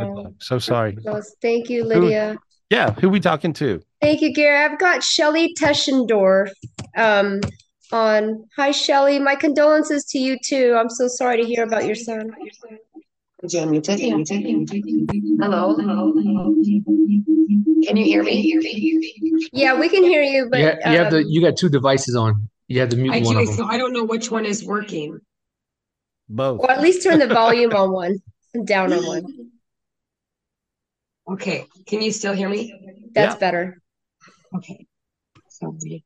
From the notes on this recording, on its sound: This was recorded LIVE on Zoom on January 13th, 2024.